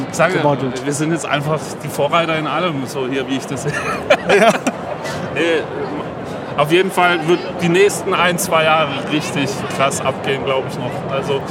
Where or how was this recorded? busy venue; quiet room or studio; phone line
busy venue